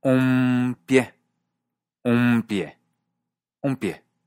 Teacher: La P es bilabial. Así que en un pie, la N se vuelve bilabial, es decir, una M.